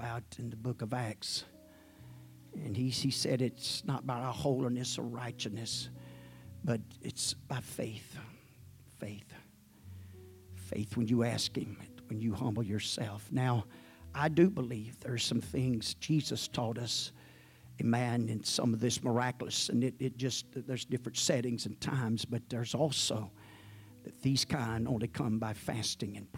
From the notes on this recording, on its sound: At the First Jesus Name Church of Benndale on the Sunday morning.